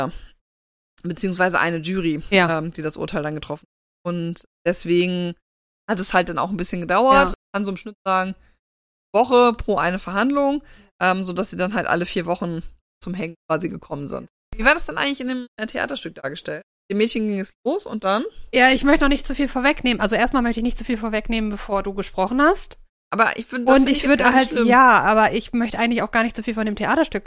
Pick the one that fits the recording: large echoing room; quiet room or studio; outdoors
quiet room or studio